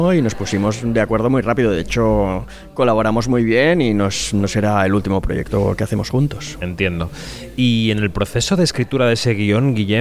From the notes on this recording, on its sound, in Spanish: El autor y director teatral charló con Kinótico en el Festival de Málaga.